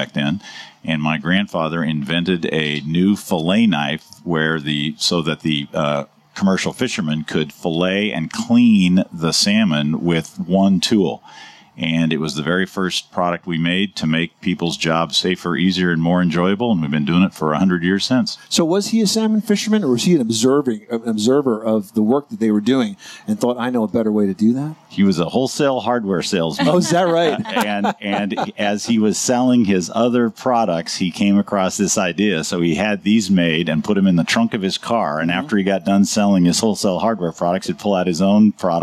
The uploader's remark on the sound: Live from the 2018 National Hardware Show